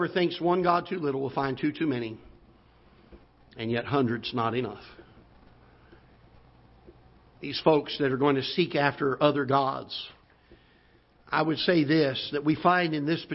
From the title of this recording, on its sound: Ketha Heights Baptist Church ~ Live Broadcast